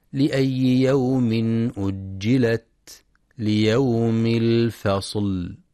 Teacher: ينتبه القارئ لشدة وهمس التاء في كلمة أجلت ولهمس الفاء والصاد في كلمة الفصل، كذلك ينتبه لتوضيح مخرج اللام ولصفة البينية فيها، فبعضهم يقرأ بدون مراعاة هذه الصفة والتي هي بين الشدة والرخاوة.